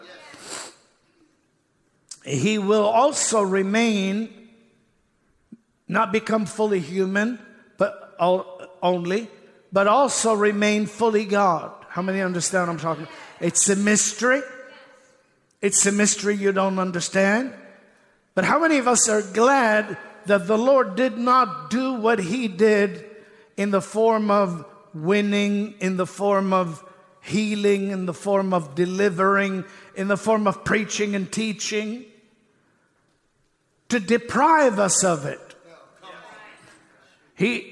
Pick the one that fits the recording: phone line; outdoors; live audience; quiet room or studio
live audience